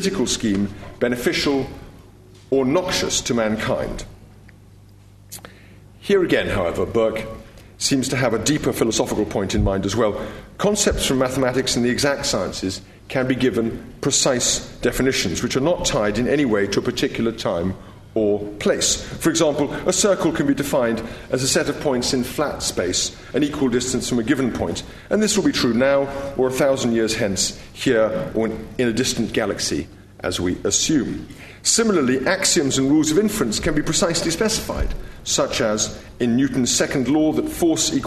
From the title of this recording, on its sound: LSE Lecture